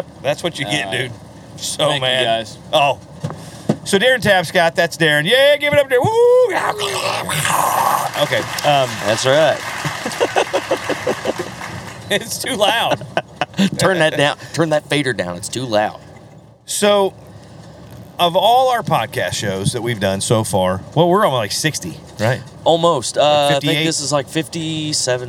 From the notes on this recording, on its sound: This week we bring you out on the road! Coming back from a show in Nebraska, we decided to pack up the podcast gear and bring you a podcast live from the RV!